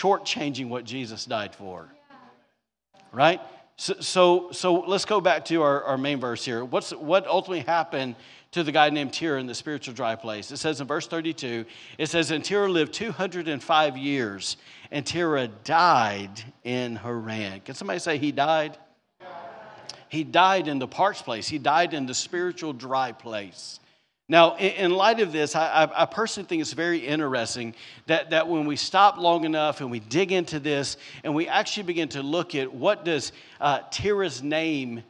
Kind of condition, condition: setting, large echoing room